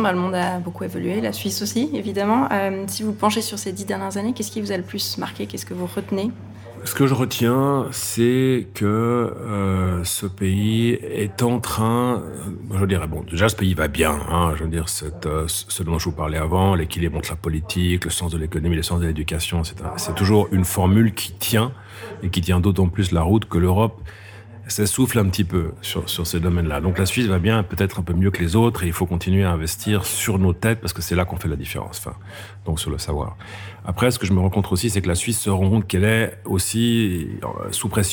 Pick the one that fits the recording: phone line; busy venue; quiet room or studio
busy venue